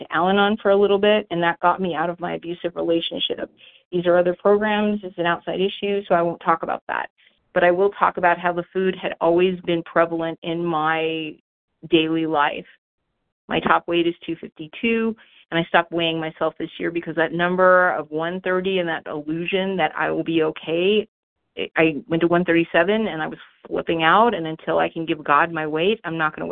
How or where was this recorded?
phone line